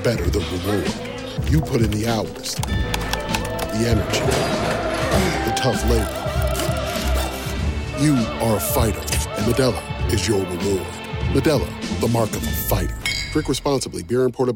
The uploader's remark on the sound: introductory press conference